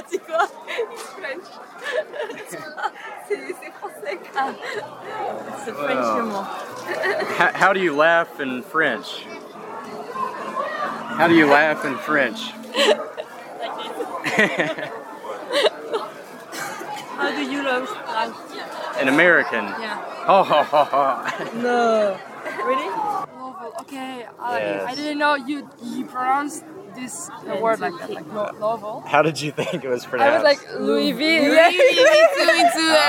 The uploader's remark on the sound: Recorded 8 hours of talks, music, and background noise, while he was at World Youth Day 2023.